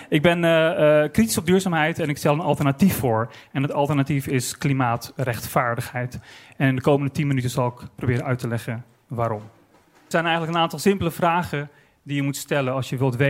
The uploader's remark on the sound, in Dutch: Op het podium van het Betweter festival